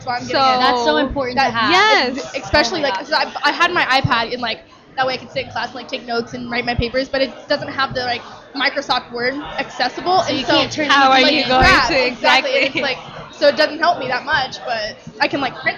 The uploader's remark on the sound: Live from the Microsoft Store in Scottsdale Fashion Square